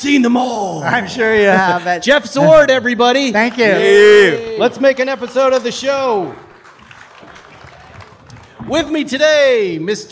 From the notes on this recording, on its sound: Recorded live at Luftgekuhlt 8.